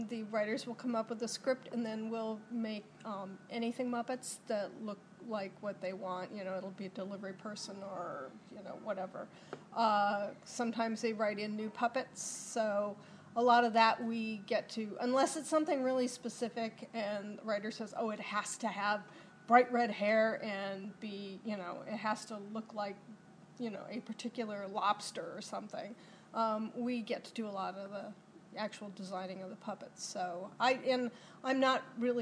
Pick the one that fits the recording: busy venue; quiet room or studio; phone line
busy venue